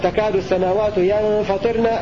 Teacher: قوله وفي الشورى حال صفوه ولا، أي في موضع سورة الشورى قرأ أبو عمرو وشعبة بنون ساكنة وطاء مكسورة مخففة ينفطرن